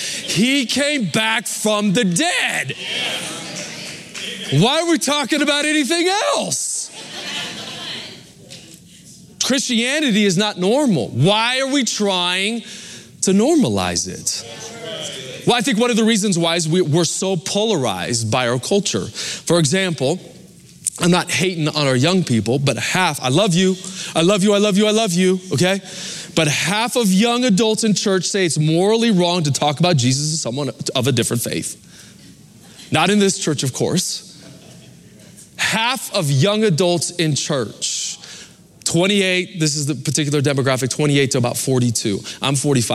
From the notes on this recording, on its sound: Recorded live at Capital Church, Meridian, Idaho